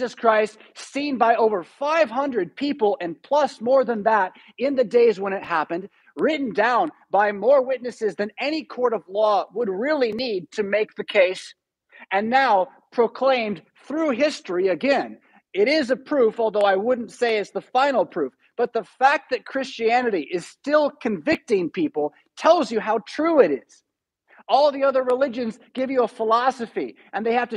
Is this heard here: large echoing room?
yes